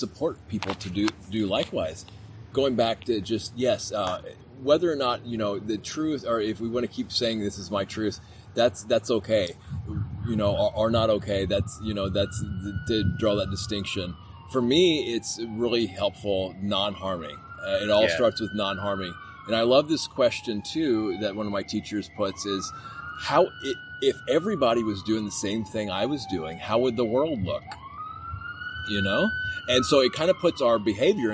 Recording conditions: sounds in the background